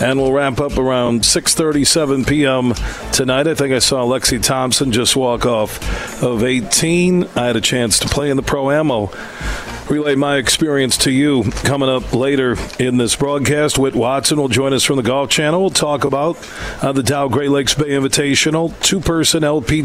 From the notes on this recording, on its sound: It's day 2 of us broadcasting live from the Midland Country Club as the Dow Great Lakes Bay Invitational two-person event takes place this week starting Wednesday.